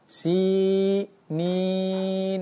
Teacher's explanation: Nah, suara yang panjang ini keluar dari al-jawf. Nah, ketiga huruf ini dinamakan dengan al-huruful maddiyah, yaitu huruf-huruf yang dipanjangkan. · Term: al-ya'ul maddiyah